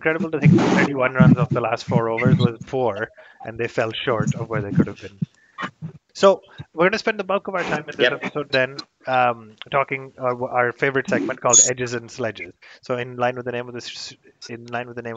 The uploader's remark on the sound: Our apologies for some technical difficulties this week - we will try to improve the audio quality